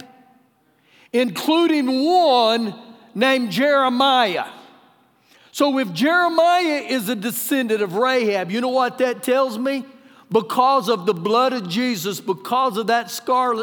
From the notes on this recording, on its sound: Recorded live during our Sunday morning service